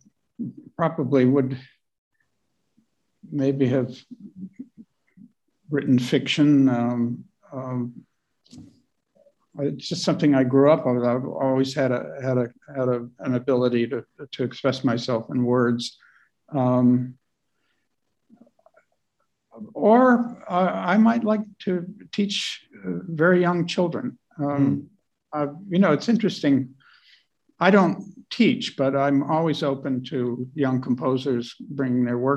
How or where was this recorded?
video call